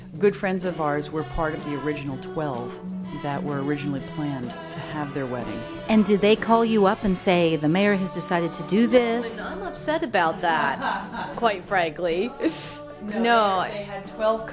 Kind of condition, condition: setting, live audience